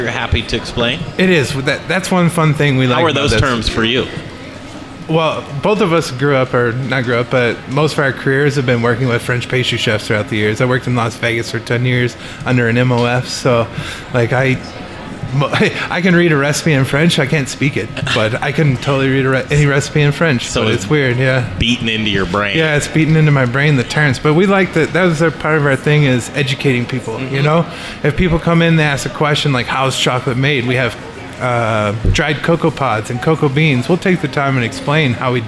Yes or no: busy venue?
yes